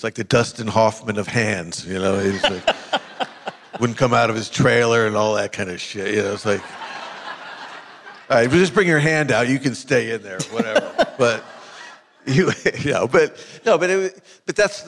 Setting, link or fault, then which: setting, live audience